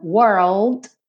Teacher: primeiro você enrola o R, wor, depois põe o L no cima da boca, e fecha com o D.